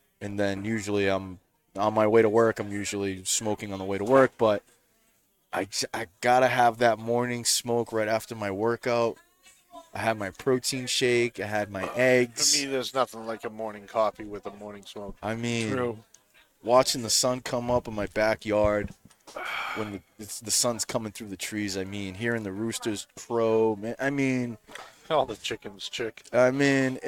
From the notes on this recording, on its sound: Recorded live from the 7-20-4 Lounge!